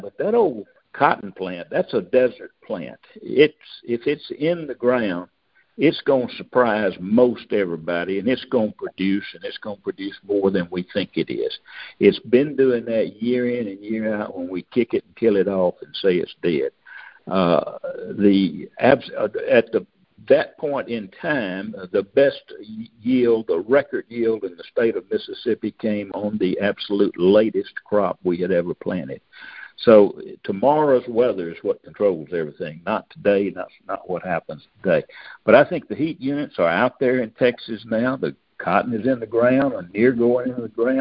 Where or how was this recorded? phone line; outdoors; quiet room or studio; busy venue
phone line